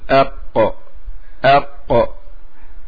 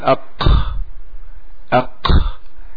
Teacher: إذ لا همس في القاف، هي حرف مجهور يعني يصنعها الصوت، لا نفس فيها · Shown in: first take · فنقول أق أق ولا نقول أق أق، هذا صوت نفس، أق أق صوت فقط، لا همس فيها ولا جهر ولا هواء ولا نفس، بلا قلة يعني بلا بعد عن المخرج الحقيقي.